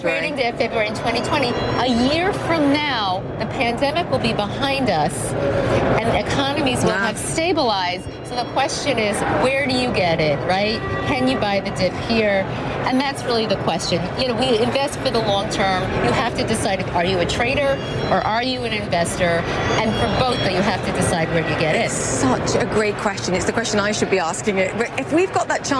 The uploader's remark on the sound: live from The New York Stock Exchange